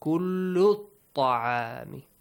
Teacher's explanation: The Hamzatul Wasl will be skipped, right?